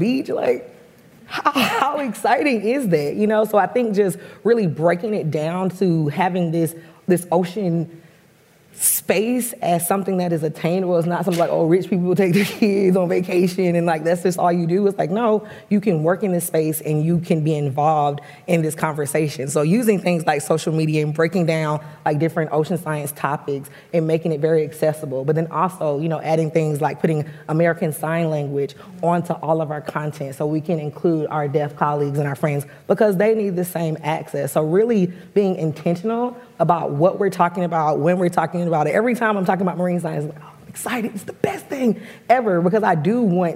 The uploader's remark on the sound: A panel discussion. It was recorded in front of a live audience at Grace Farms in New Canaan, CT.